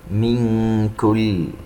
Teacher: نون ساكنة وبعدها حرف الكاف إخفاء